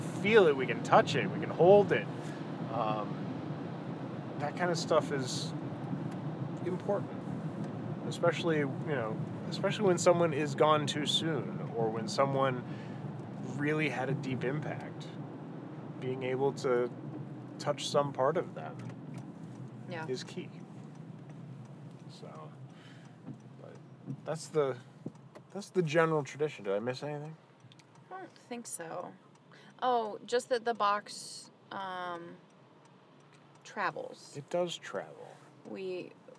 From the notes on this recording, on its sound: we were driving home from the Cantlos Druid Moon rite